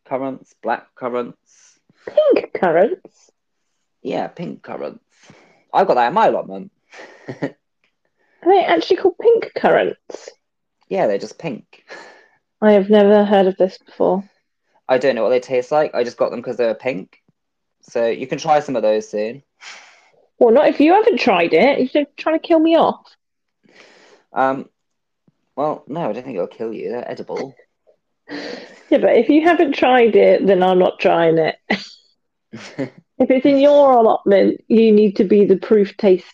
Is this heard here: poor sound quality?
yes